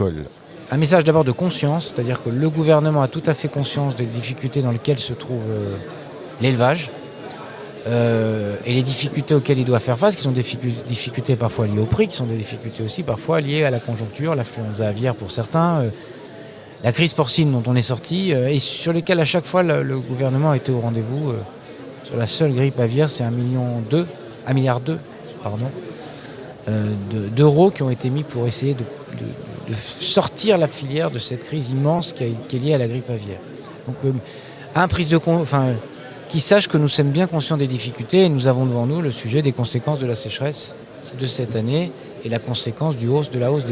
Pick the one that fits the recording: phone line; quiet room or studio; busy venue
busy venue